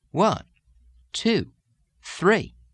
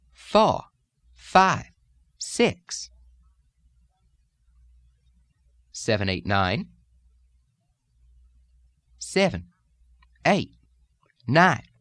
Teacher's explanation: the same pattern of stressed vowels beginning on one pitch, rising, and then falling off a bit. · Term: vowel lilt